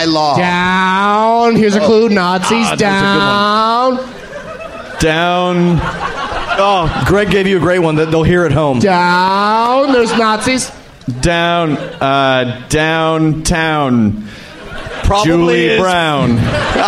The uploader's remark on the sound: Live from Cobb's Comedy Club at SF Sketchfest